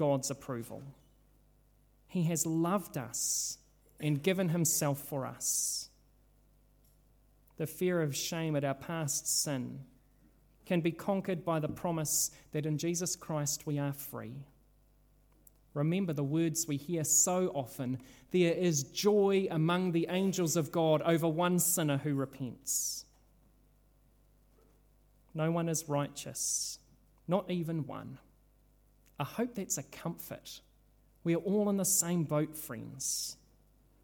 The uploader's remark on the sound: This sermon was originally preached at Holy Trinity Richmond, on Sunday 3rd July 2022.